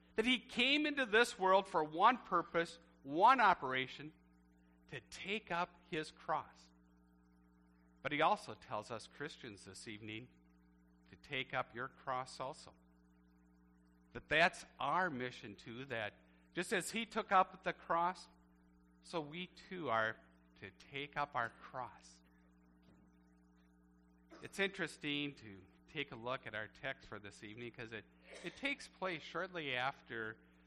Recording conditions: large echoing room